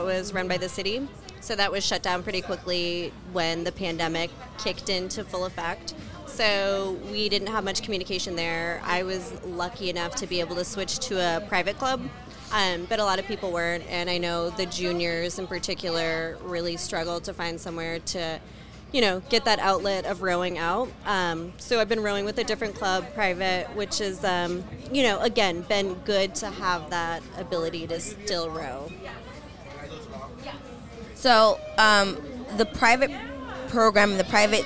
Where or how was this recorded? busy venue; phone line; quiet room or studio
busy venue